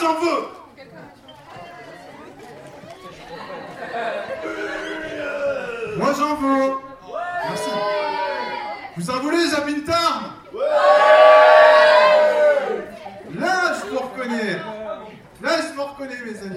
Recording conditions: busy venue